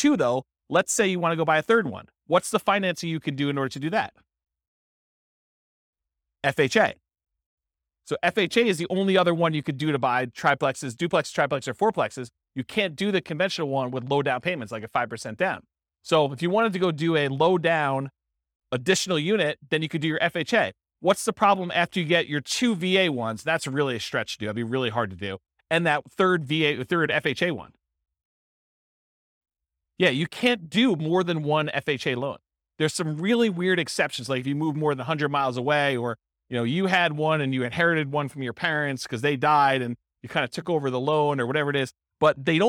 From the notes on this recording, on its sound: This was a live class recorded